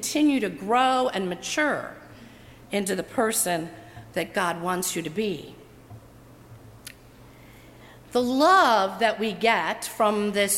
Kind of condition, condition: setting, large echoing room